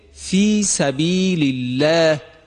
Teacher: یا در عبارت فی سبیل الله قبل از لام جلاله حرف لام هست که حرکت کسره داره. لذا چون حرف ما قبل لام جلاله مکسور هست، لام جلاله هم باید ترقیق بشود